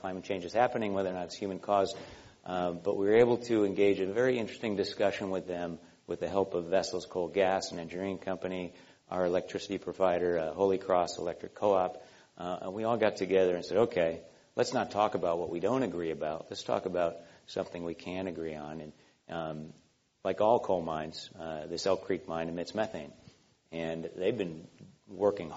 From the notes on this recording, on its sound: This program was recorded in front of a live audience at The Commonwealth Club in San Francisco on October 22, 2013